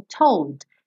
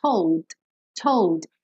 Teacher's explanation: Se você quiser falar esse D, told, told, ele tem que ser só o D, só a percussão · Term: consoante oclusiva